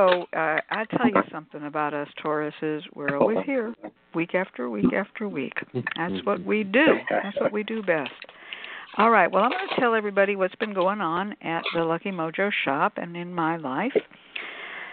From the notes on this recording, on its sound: a real, live call-in show